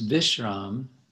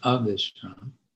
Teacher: Okay, the B in the transliteration here. In Sanskrit, it would be a V. But in Bengali, B and V are basically the same, pronounced as B.